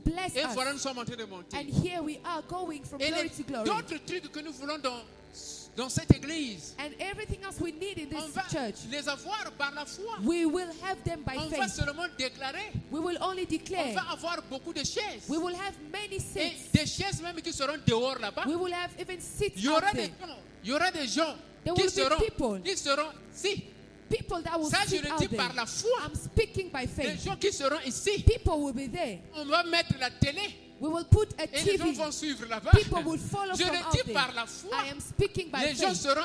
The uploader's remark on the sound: Sunday Live Service